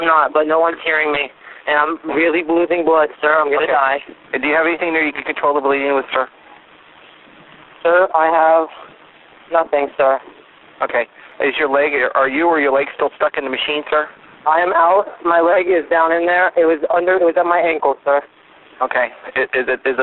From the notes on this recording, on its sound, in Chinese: 兩通超乎你想像的報案電話，真實錄音帶你經歷最赤裸的恐懼。